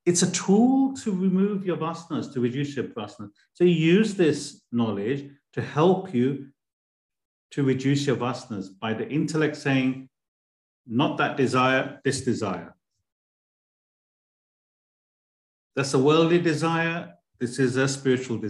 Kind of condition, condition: link, video call